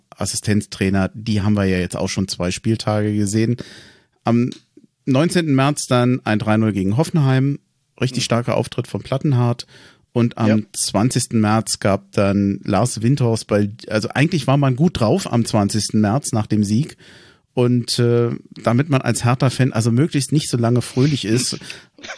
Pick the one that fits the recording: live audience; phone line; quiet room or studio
quiet room or studio